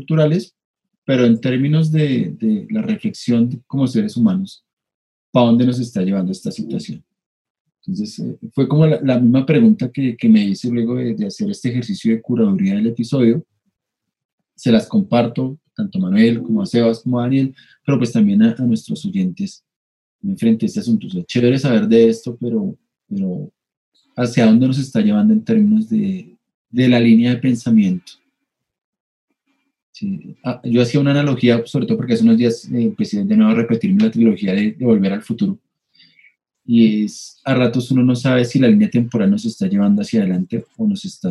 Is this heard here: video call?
yes